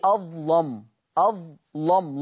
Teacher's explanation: ورش بتغليظ اللام في أظلم، أظلم، لم مش لم، لم دي كده مرققة، أنا عايز مغلظة، أظلم، أظلم في الآية 114.